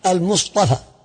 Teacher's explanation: ها قوله المصطفى أصلها المصطفى، المصطفى أصلها المصطفى يعني صاد وتاء، نعم، فقلبوا التاء طاء علشان تلائم مع التفخيم الصاد